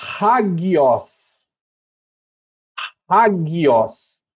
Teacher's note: Aspiração forte, por isso que aqui não é agios, é hagios.